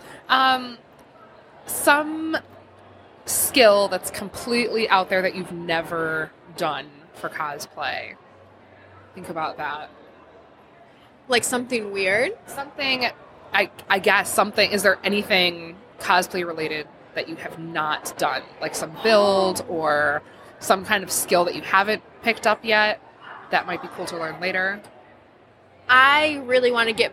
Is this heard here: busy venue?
yes